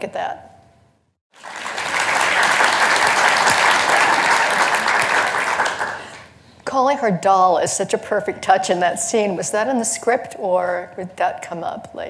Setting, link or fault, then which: setting, live audience